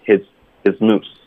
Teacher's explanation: his 的这个 z 音连到 moose，有点别扭，hismoose，我们就会轻化